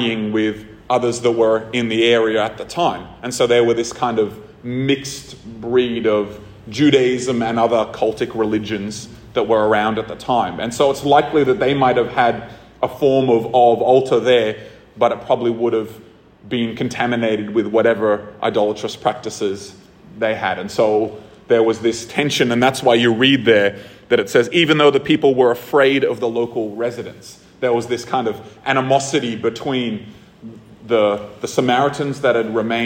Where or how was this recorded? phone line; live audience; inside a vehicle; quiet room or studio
live audience